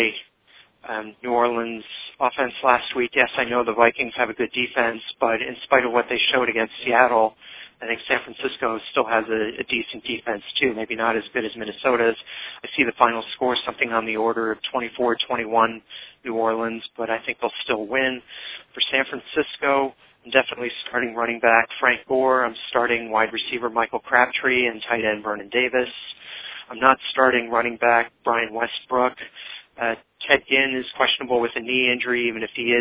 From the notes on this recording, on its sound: fan interaction via phone